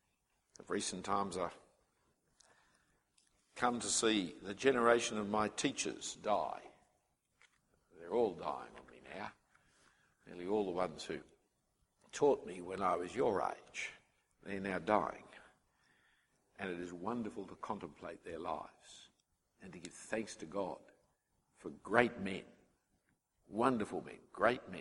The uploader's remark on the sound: The first talk from the Mission Minded Weekend Conference in 2013, for young people considering full time ministry.